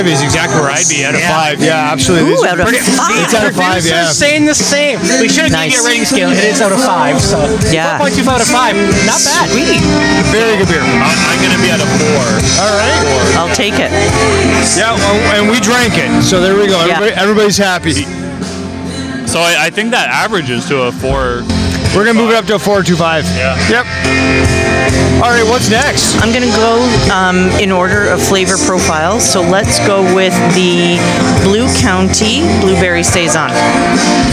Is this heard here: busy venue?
yes